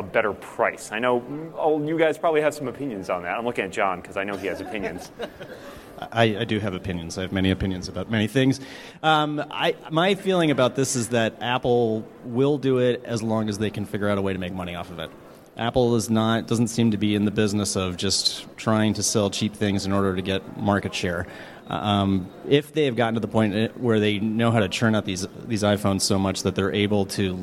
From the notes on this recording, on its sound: A panel at Macworld|iWorld 2013